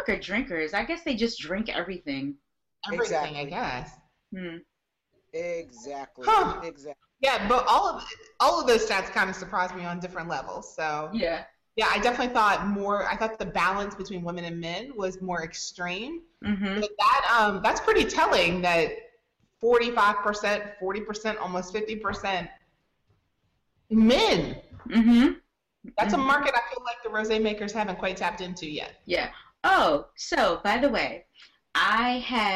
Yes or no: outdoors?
no